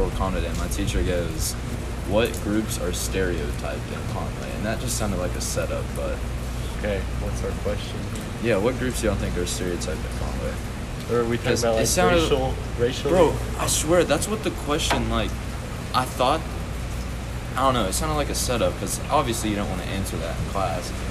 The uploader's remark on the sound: join you from a picnic table outside the cafeteria during a rainstorm.